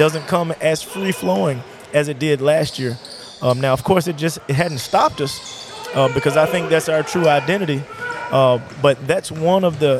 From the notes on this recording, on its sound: Recorded 2-2-2024 at MAIS Class 3A-District 1 Semi Finals.